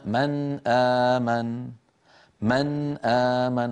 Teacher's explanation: كل القراء بإجماع يظهرون النون عند الهمزة فيقولون من آمن من آمن، ولا أحد يدغم النون ولا يخفيها ولا يقلبها ولا يفعل فيها شيء أبدا.